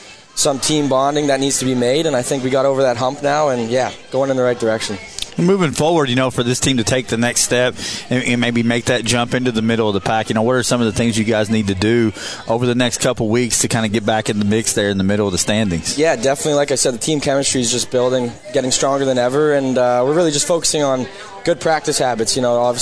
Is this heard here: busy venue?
yes